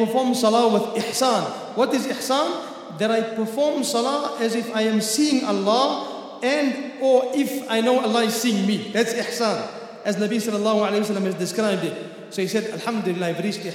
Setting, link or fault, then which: setting, large echoing room